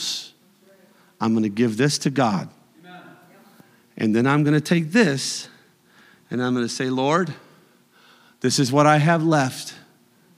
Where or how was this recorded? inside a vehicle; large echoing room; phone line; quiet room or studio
large echoing room